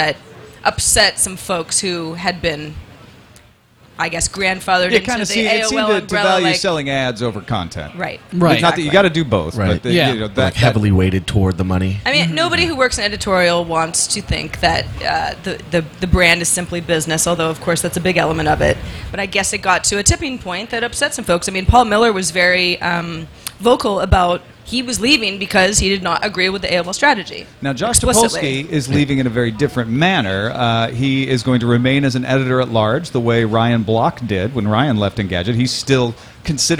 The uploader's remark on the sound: Live from SXSW